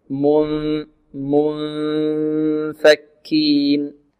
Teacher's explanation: ننتقل من الميم إلى الفاء مع غنة في الخشوم